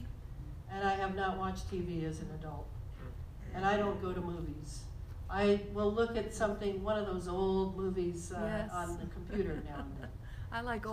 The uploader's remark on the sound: This lecture was recorded on February 13, 2020 in Glendale, CA.